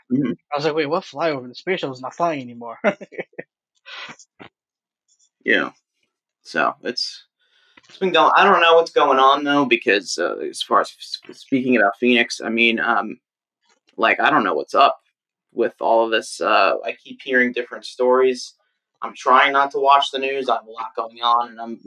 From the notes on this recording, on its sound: The "Quarantine Edition" podcast episodes were recorded and produced with the limited equipment available to us due to the COVID-19 pandemic and corresponding lockdown. Pardon the suboptimal sonics of these first 2 episodes.